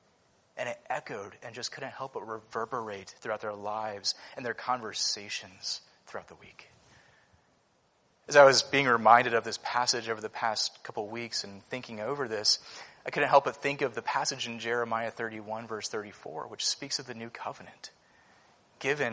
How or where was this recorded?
large echoing room